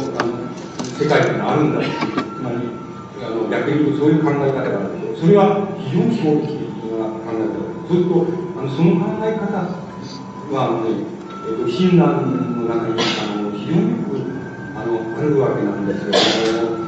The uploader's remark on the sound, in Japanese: 音質：２。場所：上智大学 521番教室。連続講演会における最終日の講演。声が若干遠く聞こえ、 ところどころノイズが入っており 背景に会場周辺の音楽が聞こえる。討論部分は途中でテープが切れる。